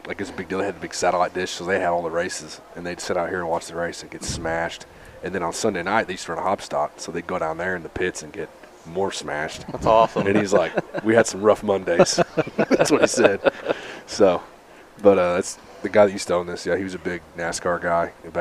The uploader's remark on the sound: We stopped in at our sponsor, Hornville Tavern, to record this one!